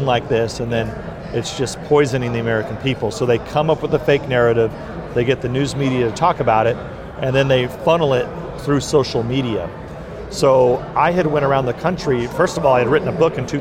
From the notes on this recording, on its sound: This episode was recorded at CPAC Texas.